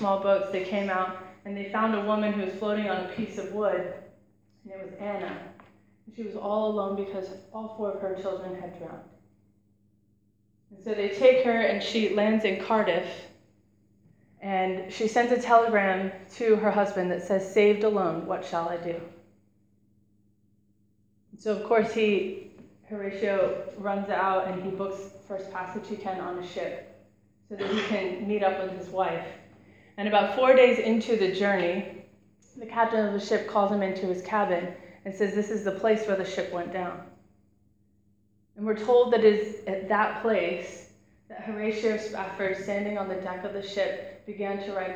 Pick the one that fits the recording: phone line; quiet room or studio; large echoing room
large echoing room